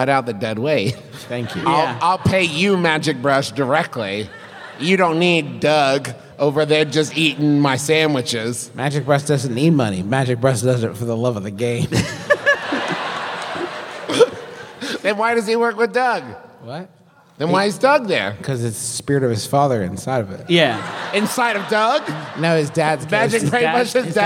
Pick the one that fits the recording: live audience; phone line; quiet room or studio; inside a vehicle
live audience